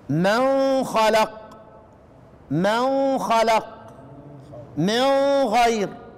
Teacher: جواز الغنة في الغين والخاء